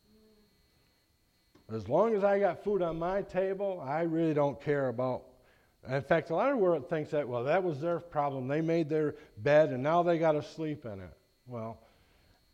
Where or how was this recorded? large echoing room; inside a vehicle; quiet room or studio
large echoing room